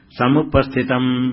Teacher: समुपस्थित ऐसा कर दिया तो नहीं होगा, समुप उष्ट लगा करके थोड़ा नाक से निकला समुपस्थितम ऐसा ही, क्योंकि म का उच्चारण कहां से होता है मालूम है, उष्ट और नासिका, उष्ट और नाक दोनों · Term: मकार